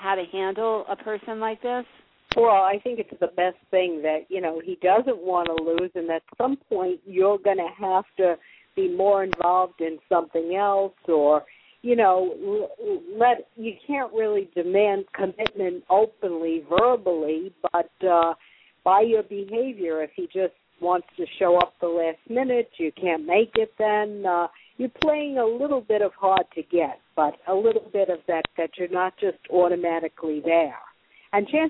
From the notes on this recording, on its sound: Take your calls on the air - LIVE!